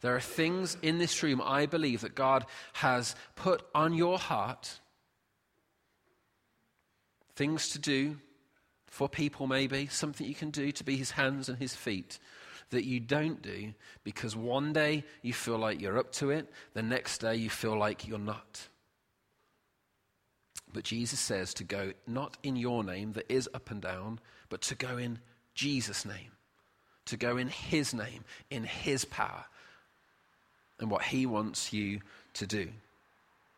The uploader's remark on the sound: Recorded at freedomcentre church, Preston on Sunday 26th November 2017